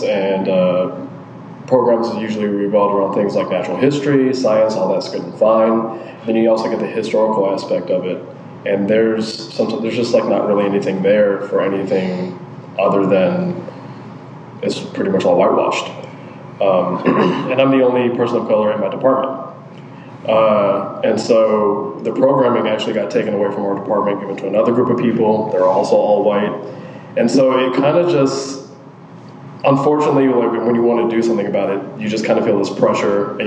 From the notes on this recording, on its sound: Live from the Cincinnati Playhouse